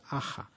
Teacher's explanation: En un caso yo he producido vibración entre dos as, aga, y en otro caso yo no he producido vibración entre las dos as, aja. En el momento en que yo hago esa fricativa sorda, velar, la ja, yo en ese momento, yo no estoy fonando.